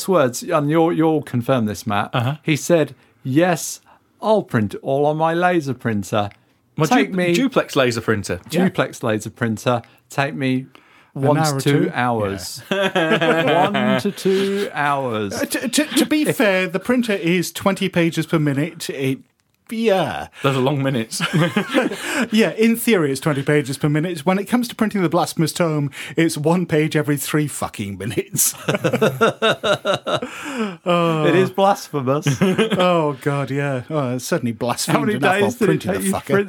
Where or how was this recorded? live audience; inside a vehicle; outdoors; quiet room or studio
quiet room or studio